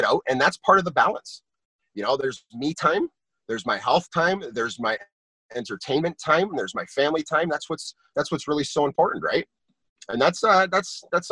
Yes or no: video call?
yes